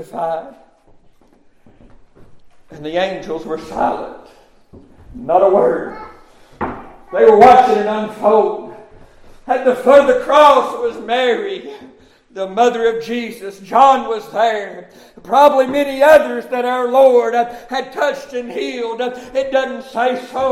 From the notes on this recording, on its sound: Preached at Summer Shade Missionary Baptist Church Sunrise Service